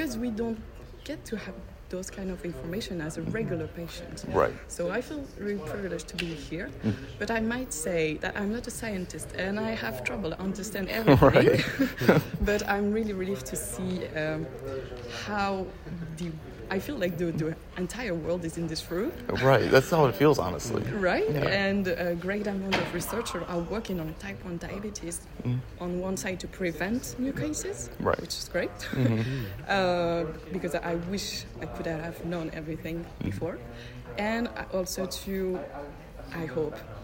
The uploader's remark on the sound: recorded during IDS Paris 2023